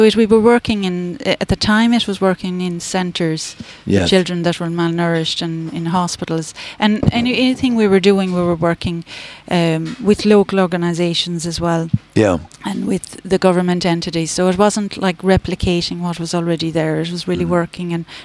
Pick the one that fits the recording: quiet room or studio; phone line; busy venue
busy venue